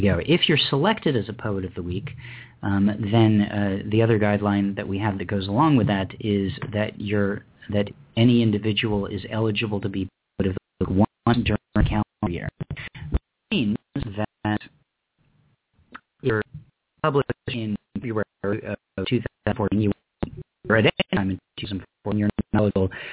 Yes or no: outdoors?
no